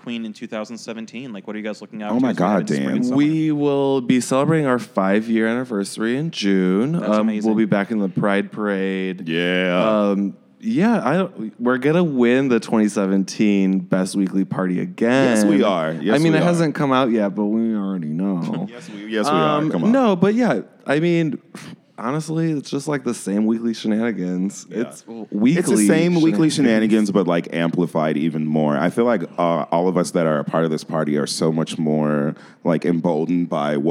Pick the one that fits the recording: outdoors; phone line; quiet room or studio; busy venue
busy venue